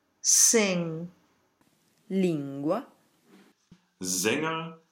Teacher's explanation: The N that assimilates to the G-K position, or Eng. Sing.